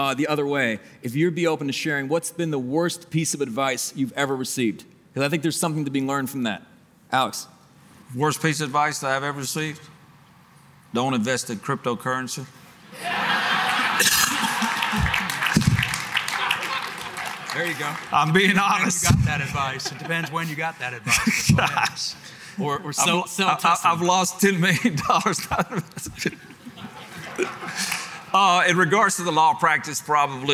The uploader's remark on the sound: LIVE from the Game Changers Summit 3